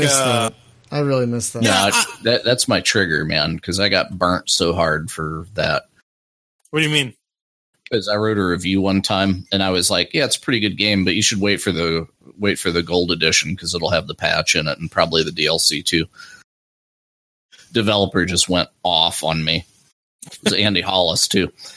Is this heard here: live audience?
no